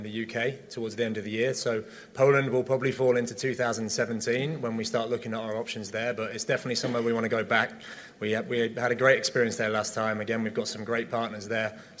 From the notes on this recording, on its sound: Day 5 at UFC Zagreb. Reports from Octagonside in Zagreb before the post-fight press conference and an airport chat.